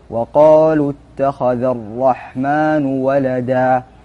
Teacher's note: خفض الصوت عند عبارة وقالوا اتخذ الرحمن ولدا. خفض الصوت قليلا، هكذا فعلت ولم أمركم بذلك ولم أكلمكم عنه، لكنه أدب من آداب التلاوة.